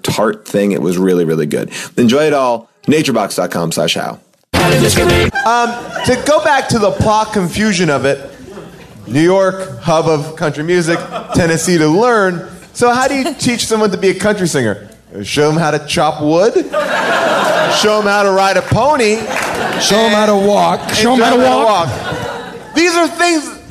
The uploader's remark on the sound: Recorded LIVE at Largo in Los Angeles